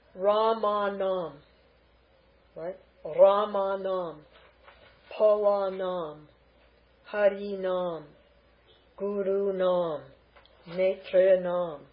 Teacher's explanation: they're going to elongate the preceding vowel and add that na